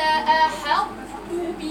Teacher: قرأت الطاء بدون قلقلة